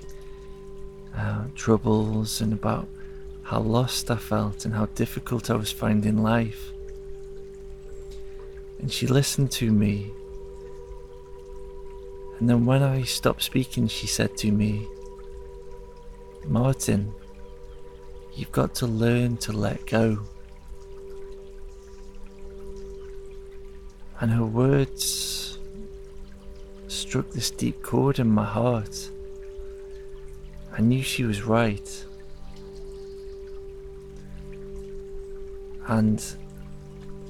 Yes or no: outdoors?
yes